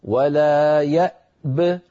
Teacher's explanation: ولنحذر من قلقلة الهمزة التي قبل الباء